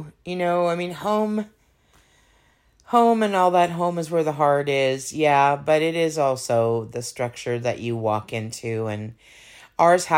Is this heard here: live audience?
no